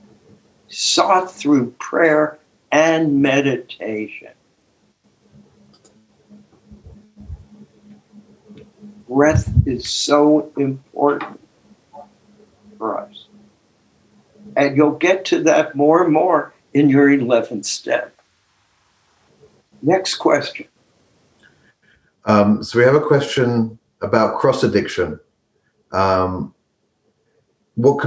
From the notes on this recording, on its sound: took us on a zoom journey